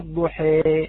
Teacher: الحركة الممالة أخوتي الأحبة كما بينا قبل قليل، مجريها، نلاحظ أن الفتحة التي على الراء حركة ليست بأصلية، دائرة بين الفتح والكسر. والضحي حركة الحاء دائرة بين الفتح والكسر، الكسرة والضحي حي، الفتحة ح، لكن لما نقول الضحي بين الفتحة والكسرة.